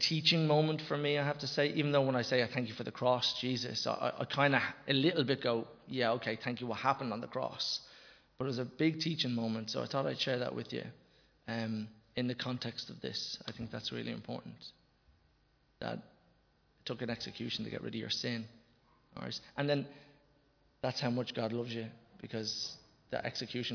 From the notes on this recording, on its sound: Recorded live in Liberty Church on 10 October 2021